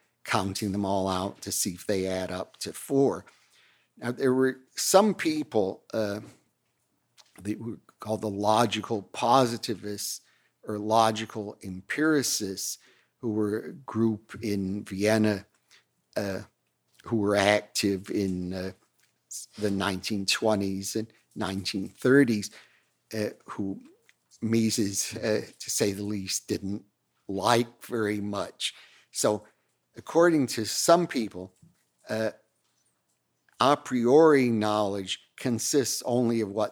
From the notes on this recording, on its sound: Recorded at the Mises Institute in Auburn, Alabama.